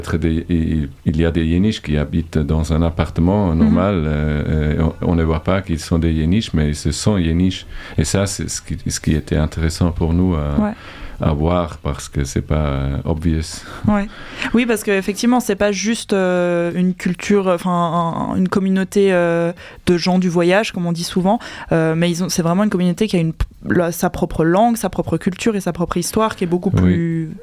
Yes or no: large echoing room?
no